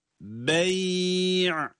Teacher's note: Ya cezim ile okunurken sesi orada uzatıyoruz. Uzattığımız yer orası.